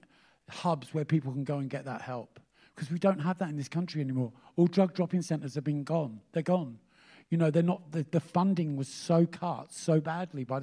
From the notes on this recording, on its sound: Live at Cheerful Earful Festival Part 2.